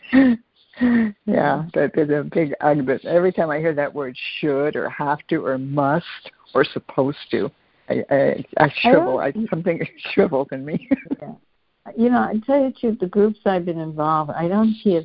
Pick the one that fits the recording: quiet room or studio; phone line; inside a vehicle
phone line